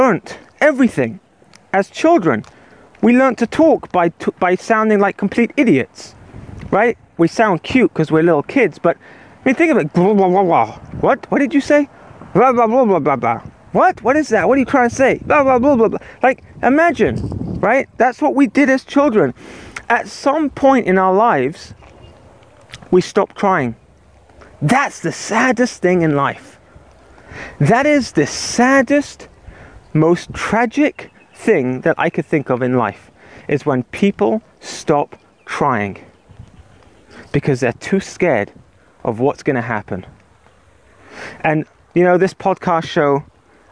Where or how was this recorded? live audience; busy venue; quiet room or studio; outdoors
outdoors